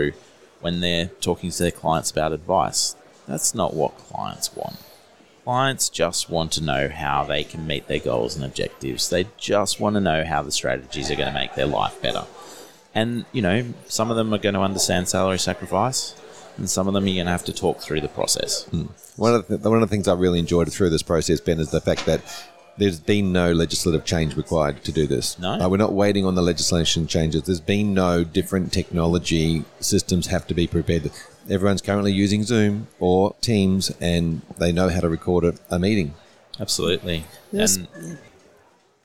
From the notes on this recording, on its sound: Recorded at the 2022 FPA Professionals Congress